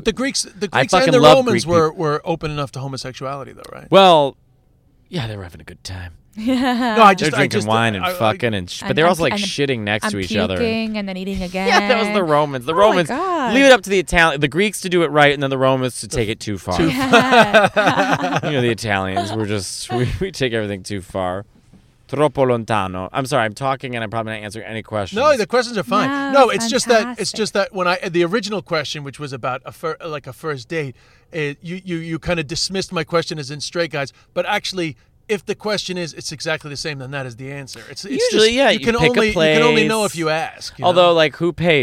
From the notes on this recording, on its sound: In a car outside the Comedy Cellar.